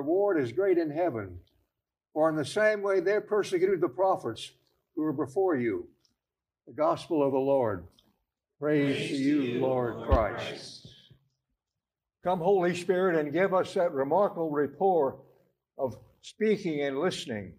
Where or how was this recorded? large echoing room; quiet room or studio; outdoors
large echoing room